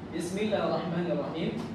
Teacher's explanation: Sin ini seperti sin orang kita biasa. Cuma agak lebih dituntut kita untuk memperbesar desis sedikit. Ya. Desisnya, ya.